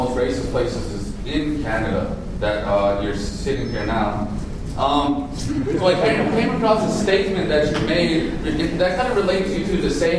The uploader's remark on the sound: Audio of this speech is available courtesy of an audience member